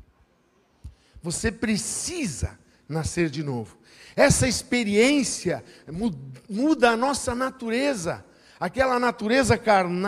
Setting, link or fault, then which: setting, large echoing room